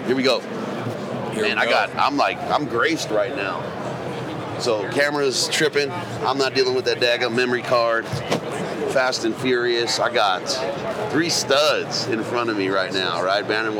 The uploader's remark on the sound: It was so good to be back at the Western Hunting and Conservation Expo in Salt Lake, recording live eps. From the Initial Ascent booth!